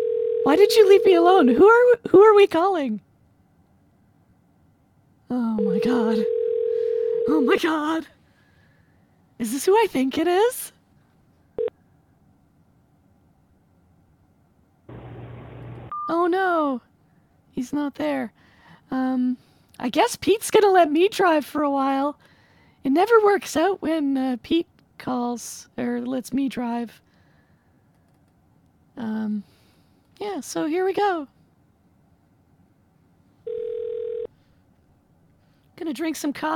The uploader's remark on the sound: do a few live calls to gas stations